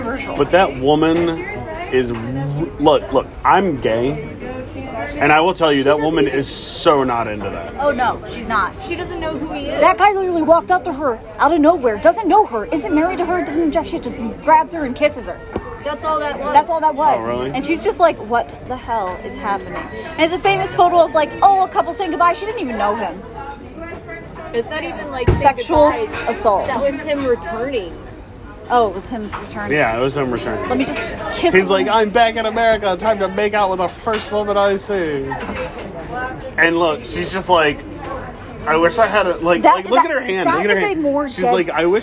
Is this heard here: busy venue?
yes